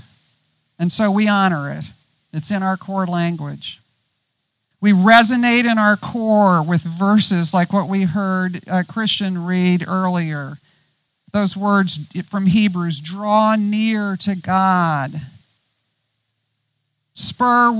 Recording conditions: outdoors